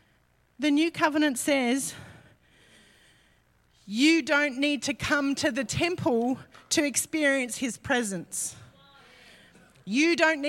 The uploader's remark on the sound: LIVE at Echo Church